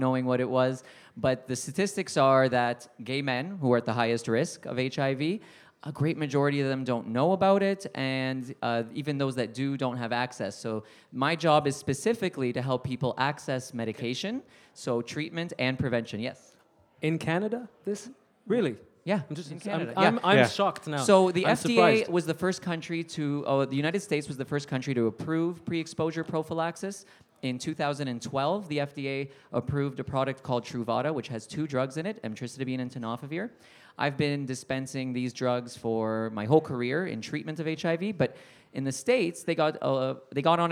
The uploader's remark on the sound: Beside The Point LIVE